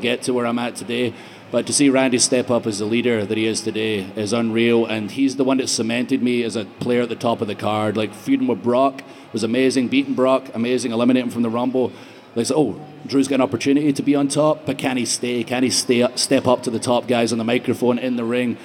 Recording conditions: live audience